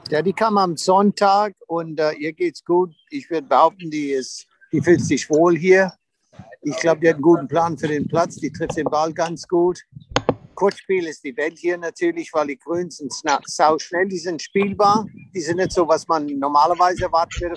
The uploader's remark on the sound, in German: live aus dem Olympic Club in San Francisco